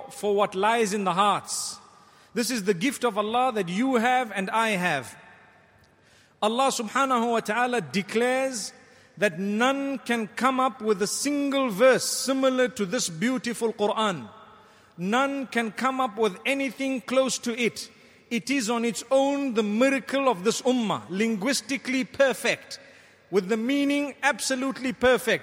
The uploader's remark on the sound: Delivered at Tuanku Mizan Zainal Abidin Musjid